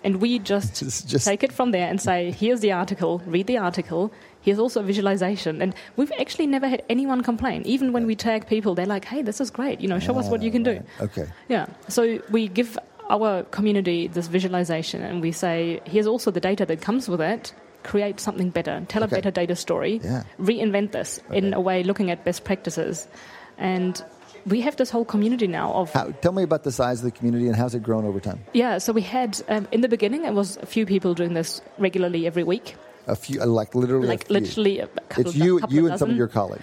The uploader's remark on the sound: at the Wharton People Analytics Conference